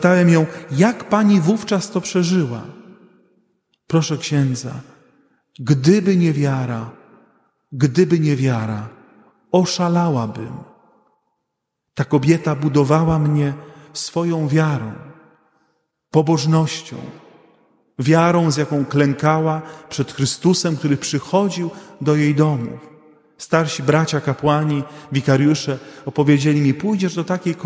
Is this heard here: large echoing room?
yes